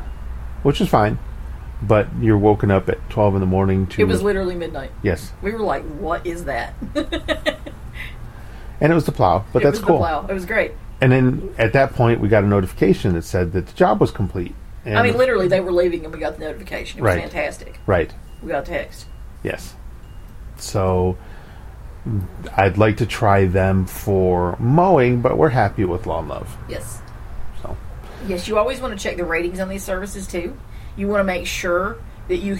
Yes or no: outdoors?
yes